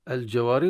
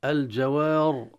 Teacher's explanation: هنا الجواري ترقق الراء المكسورة. لكن لو وقفنا الجوار تفخم، فلا عبرة للحركة في هذه الحالة، لأن تكون ساكنة وما قبلها ألف ثم قبلها فتح، والفتح من أسباب التفخيم.